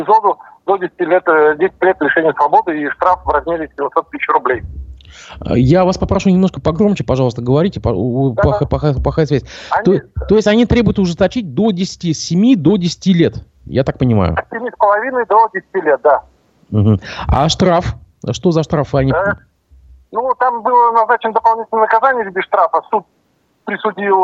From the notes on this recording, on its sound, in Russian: По телефону